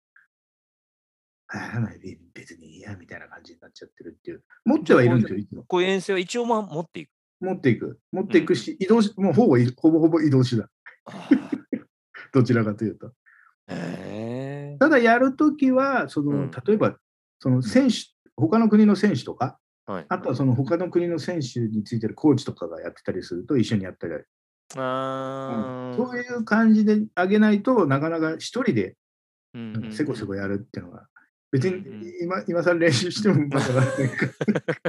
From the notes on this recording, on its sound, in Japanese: オンライン収録。